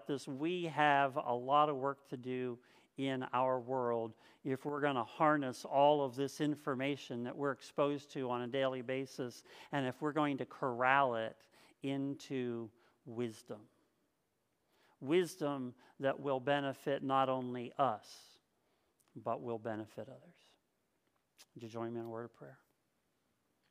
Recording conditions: large echoing room